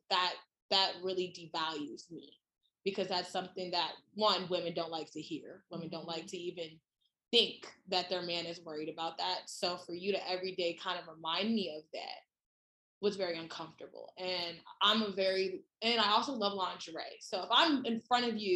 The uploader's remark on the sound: Sorry for the sound not being as high quality as I would like but it shall get better.